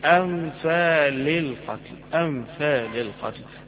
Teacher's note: جبت الهمزة من آخر الحلق وبعدين جبت النون من الأنف وبعدين جبت اللام من اللسان، حروف بعيدة عن بعضها ما فيهاش النغمة اللي موجودة في القرآن.